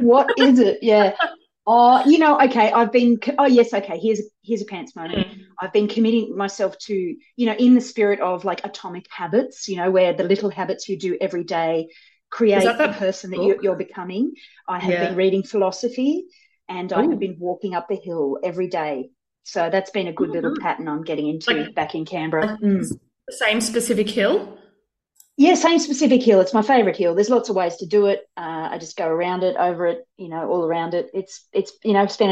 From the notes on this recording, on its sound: which sounds like it was recorded underwater, but it was just via zoom